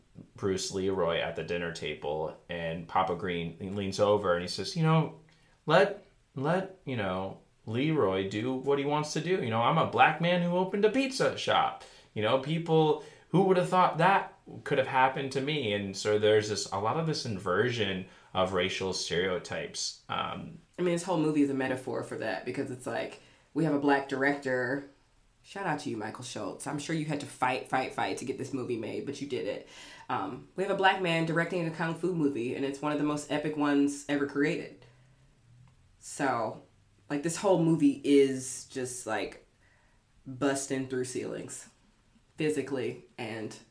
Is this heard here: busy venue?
no